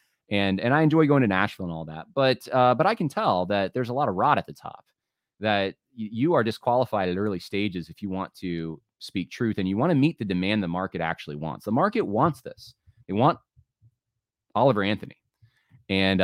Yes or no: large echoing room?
no